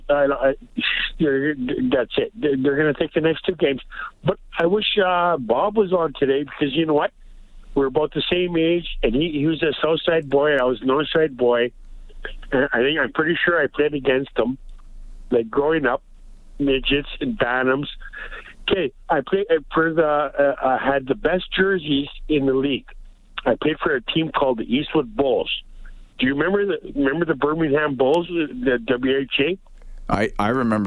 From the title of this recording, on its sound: take your calls